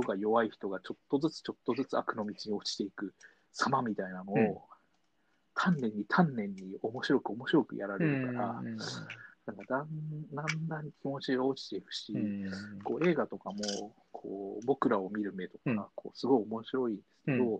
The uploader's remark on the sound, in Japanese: 2020年6月6日リモート録音